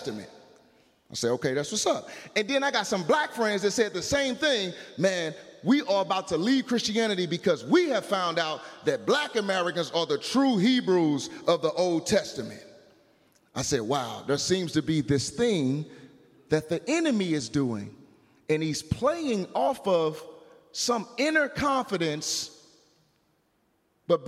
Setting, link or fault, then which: setting, live audience